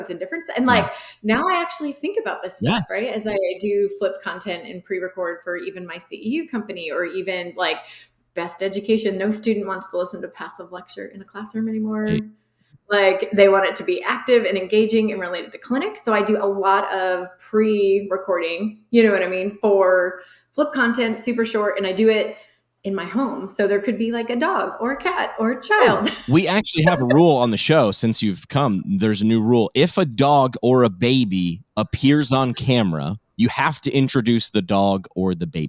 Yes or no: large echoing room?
no